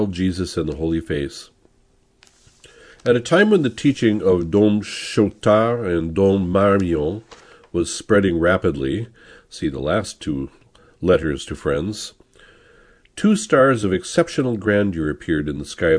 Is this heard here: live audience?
no